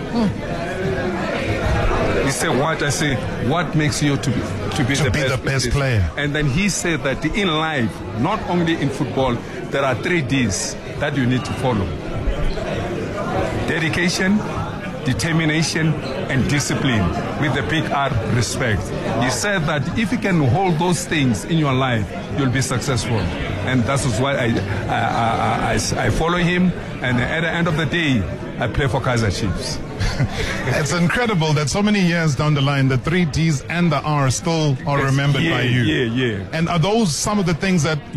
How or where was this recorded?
busy venue